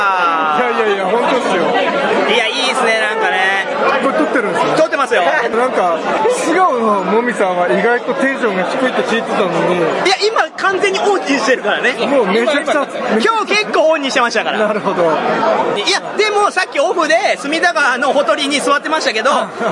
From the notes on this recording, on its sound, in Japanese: 店内収録のため、騒音雑音が激しく入っております。